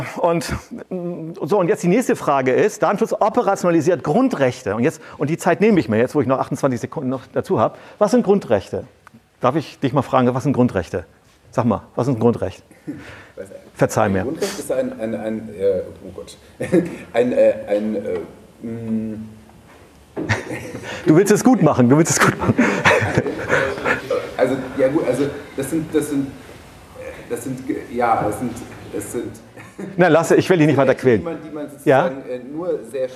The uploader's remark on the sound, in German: Ein Vortrag im Rahmen der Night of Open Knowledge (Nook) in Lübeck: Die NooK ist eine offene Vortragsveranstaltung die sich an ein technik- und gesellschaftsinteressiertes Publikum jedes Wissensgrads und jedes Alters richtet.